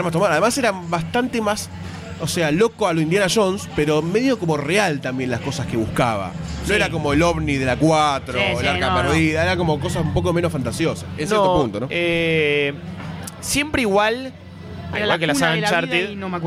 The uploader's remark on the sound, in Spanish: mesa redonda grabada en la Popcon 2015